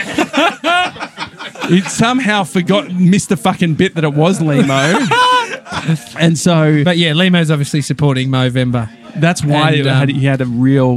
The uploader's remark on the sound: Live From Easey's Train Carriage. It's our first live audience for FAT FRIDAYS at Easey's — a burger joint on Easey Street!